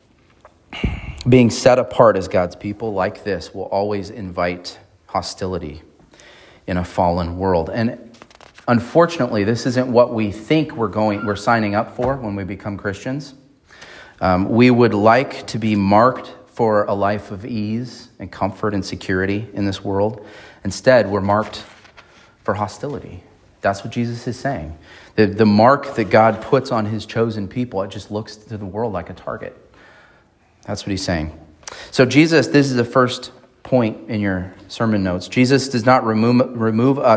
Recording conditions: large echoing room